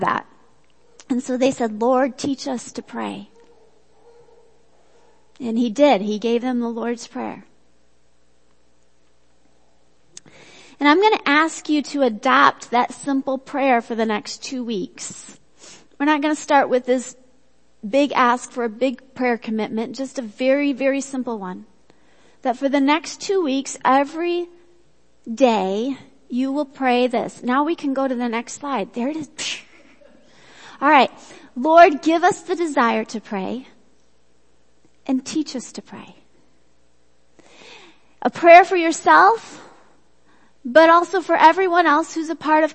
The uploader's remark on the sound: Worship Service - Audio